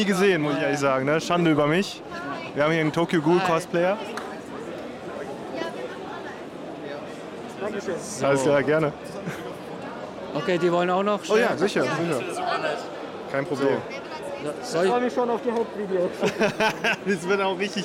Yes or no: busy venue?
yes